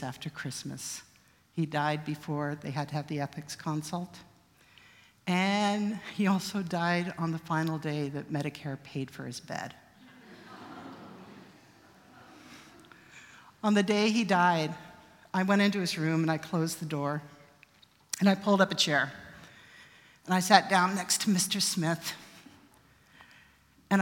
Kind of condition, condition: setting, live audience